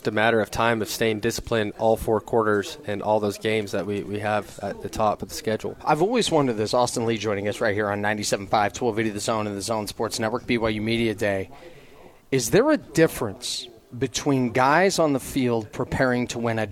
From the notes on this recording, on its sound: live from BYU Media Day